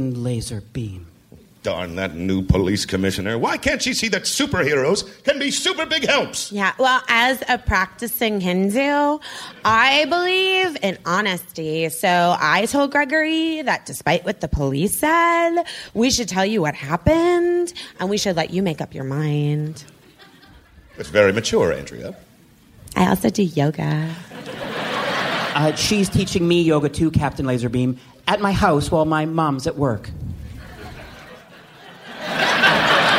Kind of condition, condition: setting, live audience